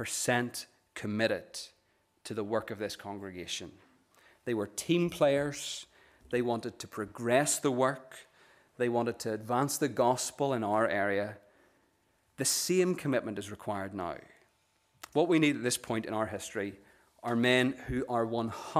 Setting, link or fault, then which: setting, large echoing room